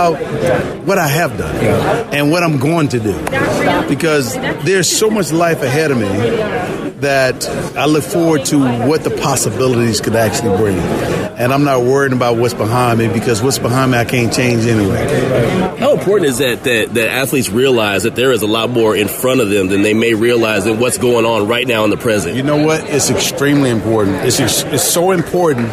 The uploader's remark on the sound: More Sounds from Radio Row in Miami